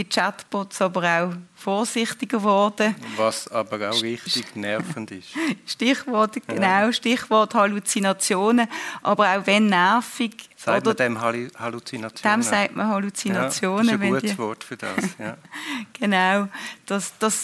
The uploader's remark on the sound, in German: Im Live-Podcast anlässlich der Weiterbildungsveranstaltung zum Thema Digitalisierung des Straf- und Strafprozessrechts.